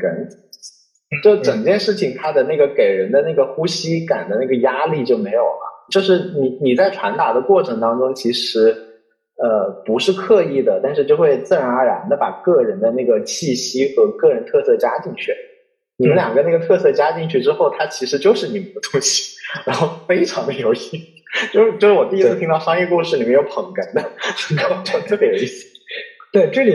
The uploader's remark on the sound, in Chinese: 本期线上录制，由于收音环境不佳，建议尽量公放、或将耳机音量调低一点点收听。